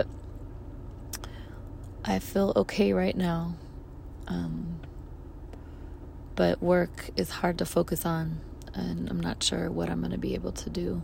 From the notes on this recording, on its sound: Records a voice memo in her car.